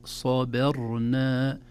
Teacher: الباء أيضا عرضة لأن تفخم، لأن واقع بين مفخمين، بين صاد قبلها وراء ساكنة بعدها